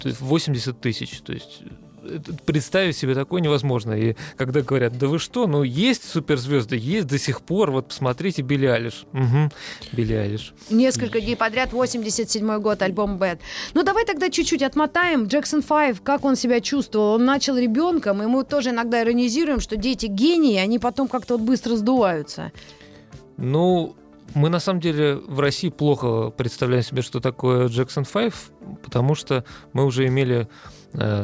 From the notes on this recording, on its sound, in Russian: по телефону